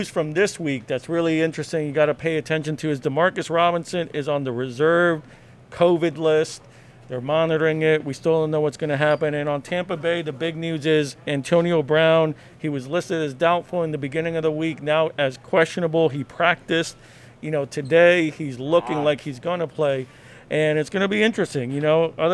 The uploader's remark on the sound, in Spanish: Woodmoor Market Special. Live #eventoenvivo.